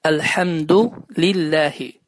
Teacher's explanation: Allah sözü, Ləfzül Cəlalə adlanan Allah sözü deməli, özündən əvvəl kəsrə gəldiyi üçün incə bir şəkildə oxunmalıdır. Düzgün oxunuş Elhamdu lillahi.